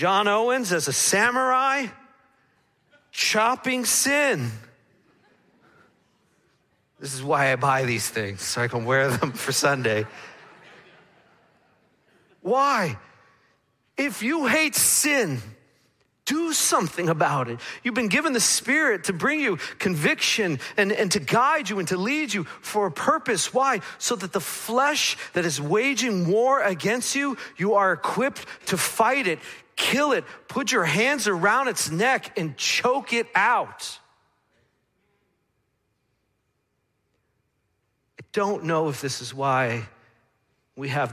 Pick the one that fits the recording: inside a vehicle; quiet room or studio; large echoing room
large echoing room